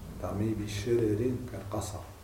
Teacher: أما الراء الثانية فمرققة عند كل القراء